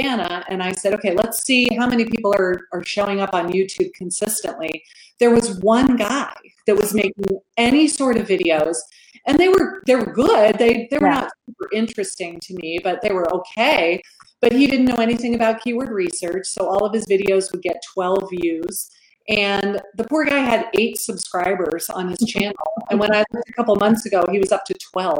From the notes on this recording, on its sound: I had the pleasure of interviewing her over on Facebook Live.